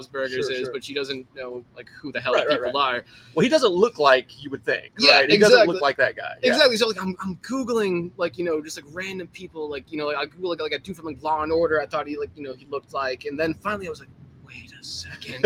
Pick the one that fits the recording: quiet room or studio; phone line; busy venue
busy venue